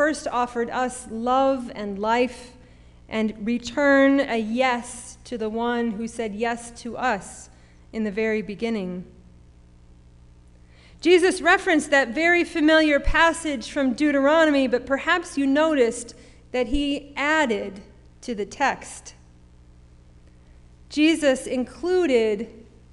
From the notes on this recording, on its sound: Sermon preached at RCHP on October 31, 2021.